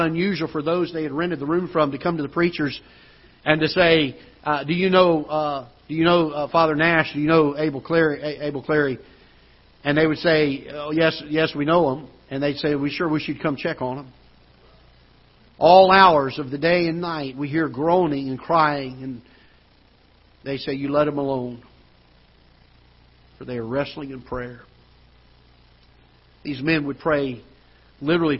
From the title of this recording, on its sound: Ketha Heights Baptist Church ~ Live Broadcast